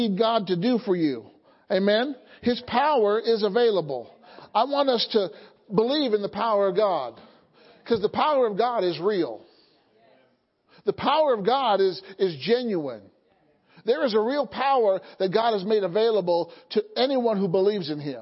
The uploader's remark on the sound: Sunday Morning Service